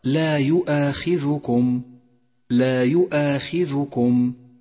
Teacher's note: أولا، احذر من اللحن الجلي عند قراءة لا يؤاخذكم، لا يؤاخذكم، فالذال مضمومة وليست ساكنة، فهي لا يؤاخذكم، ومن الخطأ أن تقول لا يؤاخذكم.